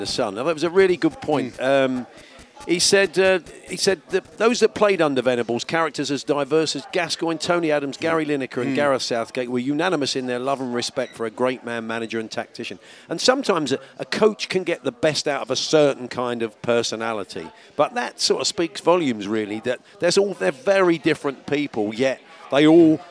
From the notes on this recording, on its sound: live from Oche The Strand where The World Darts Championship draw took place